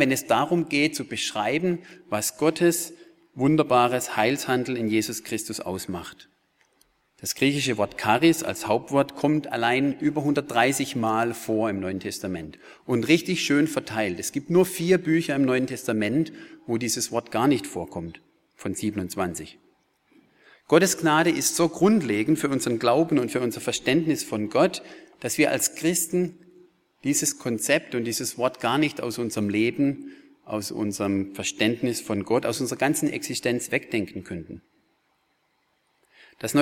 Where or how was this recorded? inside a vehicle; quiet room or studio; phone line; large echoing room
large echoing room